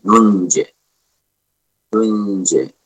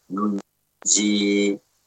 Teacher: kita wakafnya dengan suara jim yang sukun · Shown in: first take · nunje, nunje, ya, dengan tetap memperhatikan qalqalah.